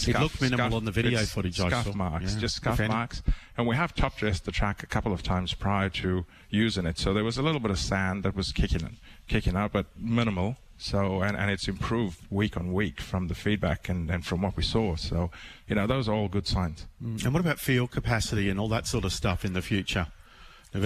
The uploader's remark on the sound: broadcasting live from the Gold Coast Turf Club